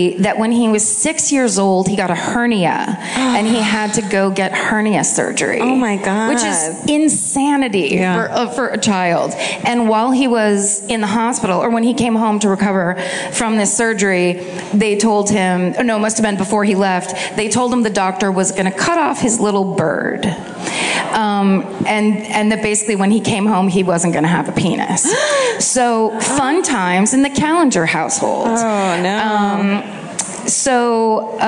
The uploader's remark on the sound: This week’s My Favorite Murder comes to you live from the Rams Head Live.